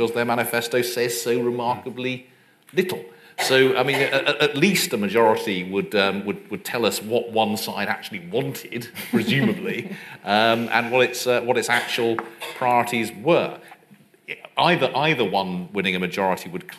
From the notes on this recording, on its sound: A live-recorded panel discussion with three important thinkers.